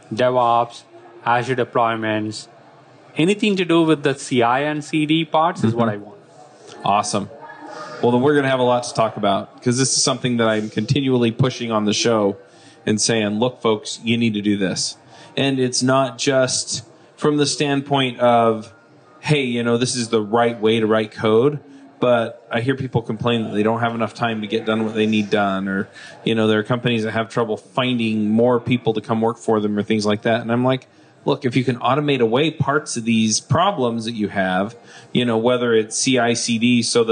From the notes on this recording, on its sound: LIVE at Microsoft Build. Shure SM58 Microphone. Zoom H6.